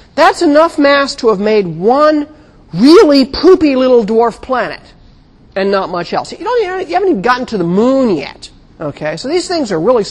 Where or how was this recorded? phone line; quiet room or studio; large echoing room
large echoing room